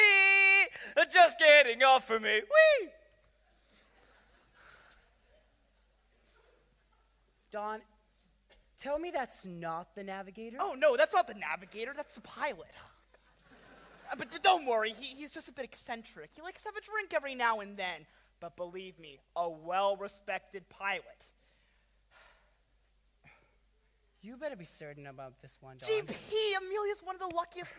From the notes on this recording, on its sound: Featuring audio from the original performance